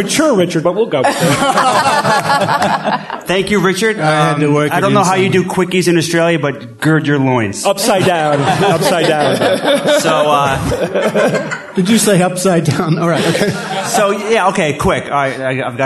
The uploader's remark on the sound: Live from NECSS 2017